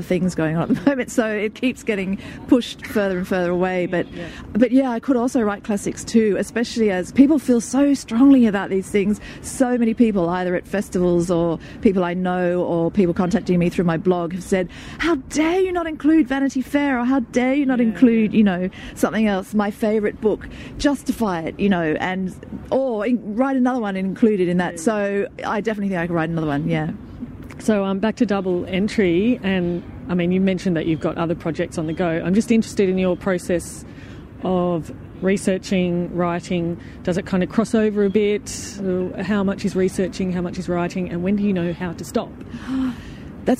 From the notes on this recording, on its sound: at the Sydney Writers’ Festival